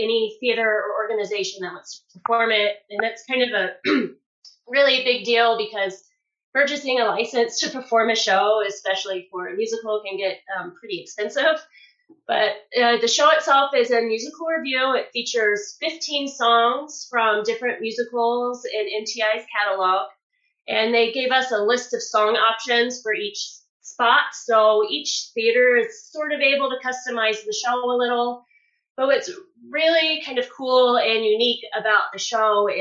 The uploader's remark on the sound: Audio from the October 28, 2021 La Junta Chamber of Commerce Business Lunch and Talk Zoom Meeting.